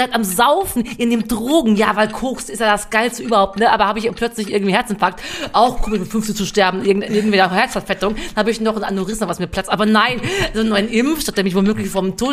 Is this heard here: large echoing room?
no